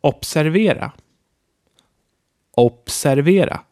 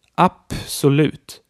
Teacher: At a certain position, the B is pronounced more like a P. This happens when a hard vowel precedes that B and an S or T follows.